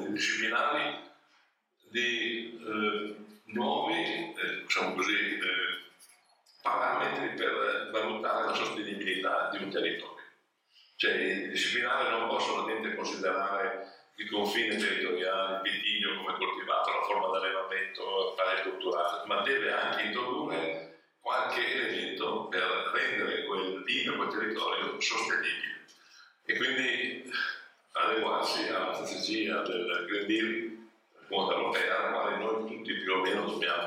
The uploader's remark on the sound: Vinitaly 2022. WARNING AUDIO IS LESS THAN PERFECT! These recorded sessions are then released on the podcast to immortalize them!